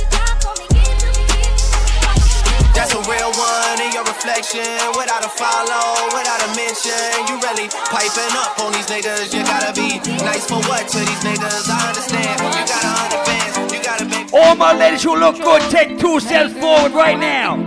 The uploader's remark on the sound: Live audio from island saturdays on june 30.